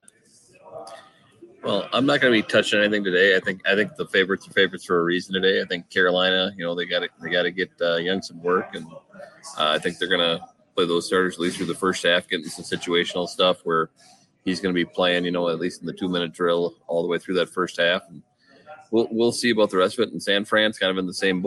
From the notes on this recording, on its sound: The 2023 Circa Contests Live Part 3. Apologies for the echo for the first 20 minutes.